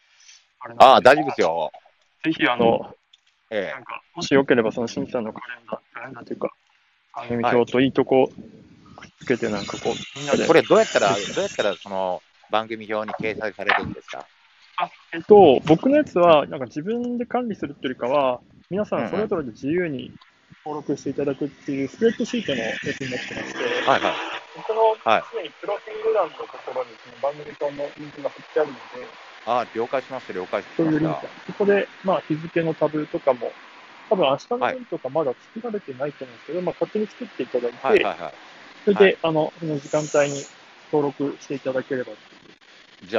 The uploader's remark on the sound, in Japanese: 歩きながら